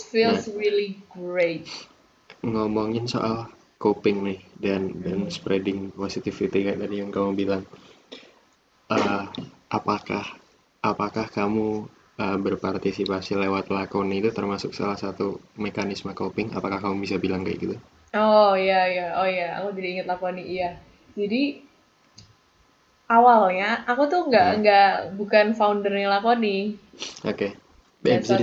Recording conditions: video call